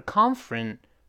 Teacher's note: f 后面的字母 e 是不发音的，所以直接是 conference